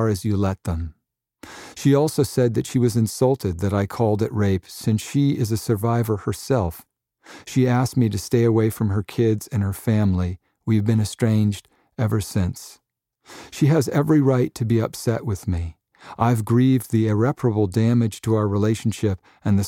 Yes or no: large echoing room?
no